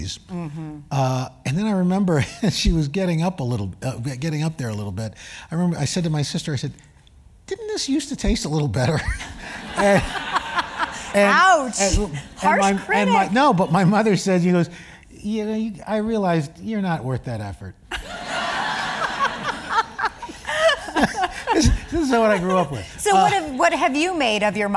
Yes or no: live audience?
yes